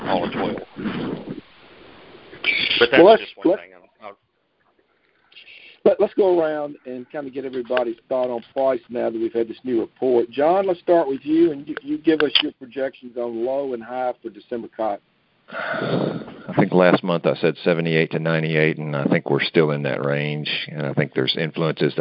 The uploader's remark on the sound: August 2018 Monthly Conference Call